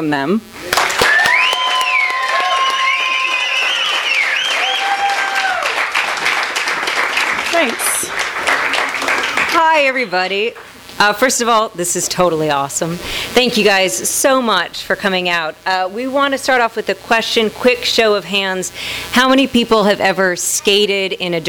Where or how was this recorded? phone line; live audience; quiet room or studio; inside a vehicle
live audience